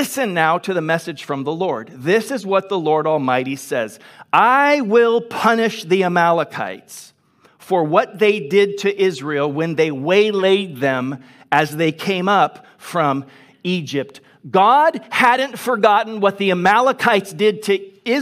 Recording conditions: large echoing room